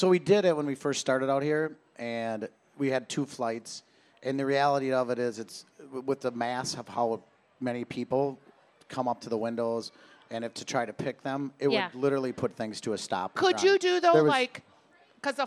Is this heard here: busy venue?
yes